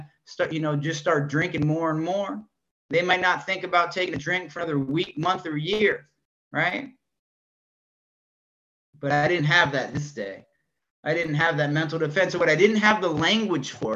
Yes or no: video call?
yes